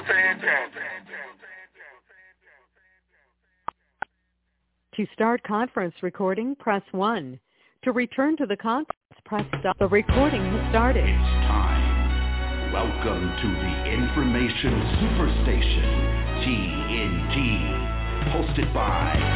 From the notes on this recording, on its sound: TNTSuperfantastic Conference Call - Friday, December 23, 2022